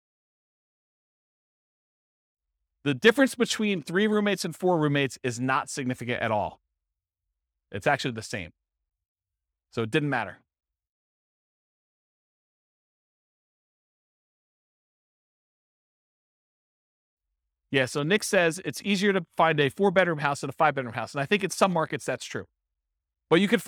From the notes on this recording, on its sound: This was a live class recorded